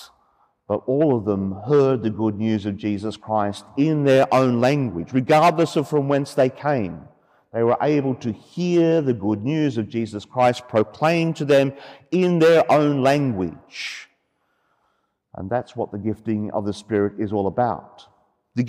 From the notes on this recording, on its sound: The homily for the Solemnity of Pentecost Sunday, Year B, from Sacred Heart Cathedral, Hamilton.